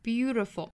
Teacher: 因为中间的这个 t 的发音是要浊化成一个半浊音的 d